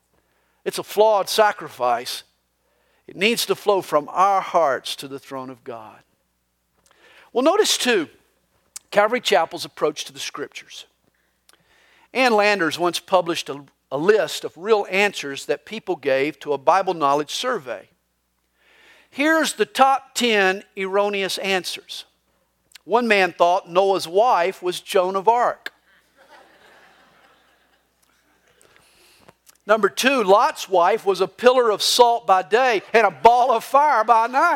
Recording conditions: live audience